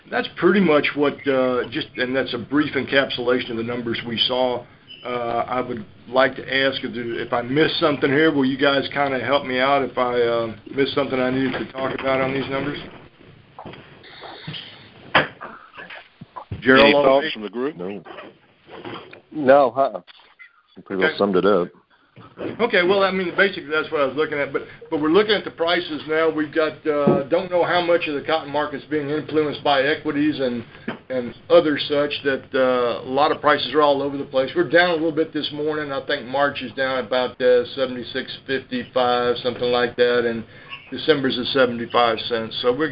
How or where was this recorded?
phone line